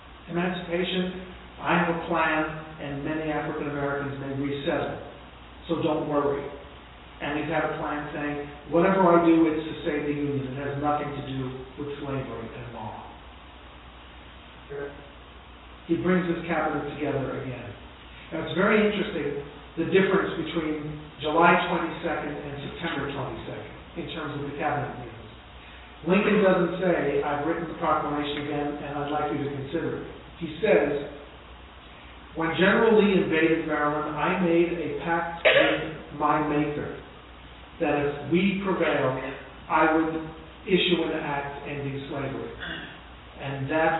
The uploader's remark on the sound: broadcast Live From Long Island University at The 150th Emancipation Proclamation Celebration